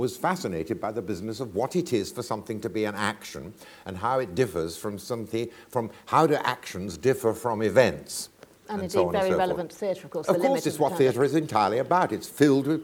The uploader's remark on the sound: This is a recording of a live Platform event from January 2013.